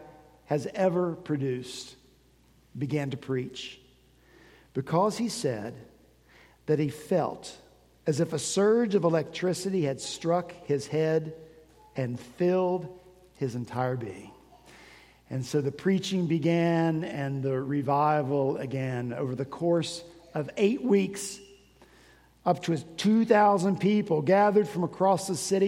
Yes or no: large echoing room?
yes